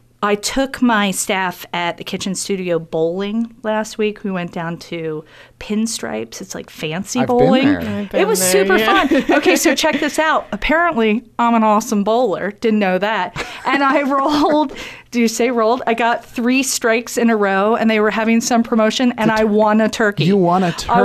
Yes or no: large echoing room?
no